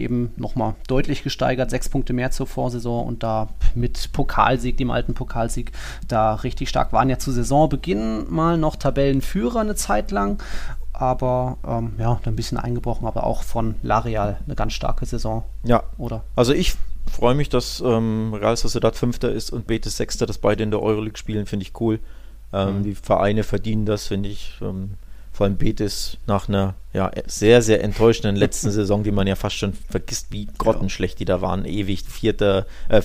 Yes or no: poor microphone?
no